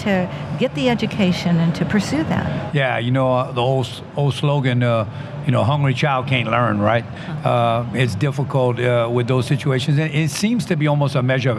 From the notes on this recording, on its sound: which was recorded at OTC